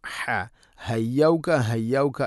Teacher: ഹയ്യൗക, ഹ തൊണ്ടയുടെ മധ്യഭാഗം, ഹ ഹയ്യൗക ഹയ്യൗക എന്നല്ല ഹ ഹയ്യൗക.